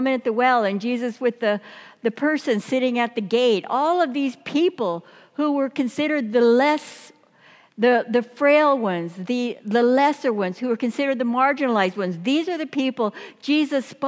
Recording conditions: large echoing room